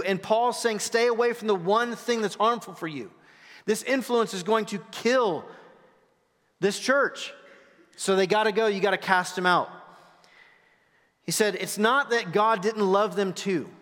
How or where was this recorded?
large echoing room